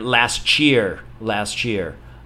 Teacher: I'm blending the last sound of last, so the T sound, the last, the T sound, I'm blending it with the Y sound of year. And it's becoming a little bit different here.